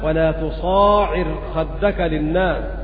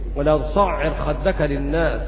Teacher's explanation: بحذف الألف وتشديد العين · Shown in: second take